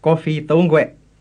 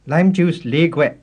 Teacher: The word kwe also gets voiced after thong, le, na, and ko.